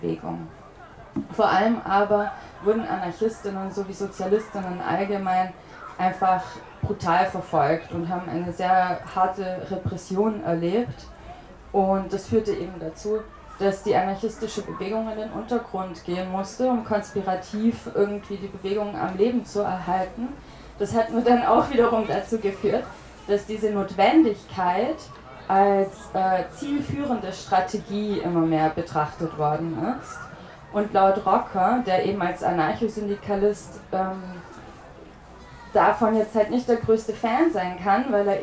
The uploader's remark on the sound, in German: Gelesen auf dem Holzrock Festival in Schopfheim.